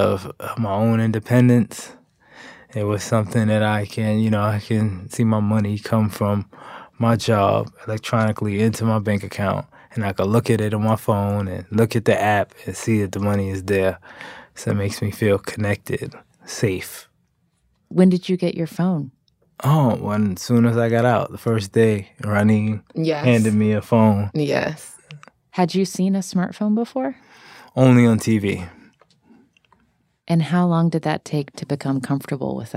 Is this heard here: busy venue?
no